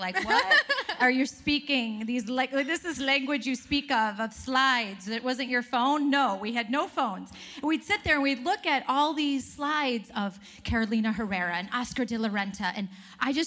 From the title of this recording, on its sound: Live from the WorkParty Tour